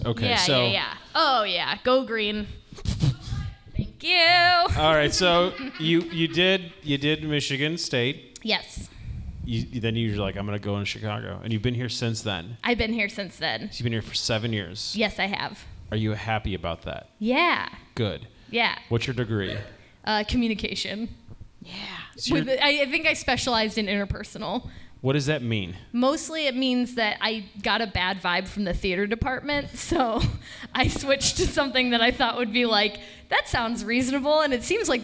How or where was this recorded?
live audience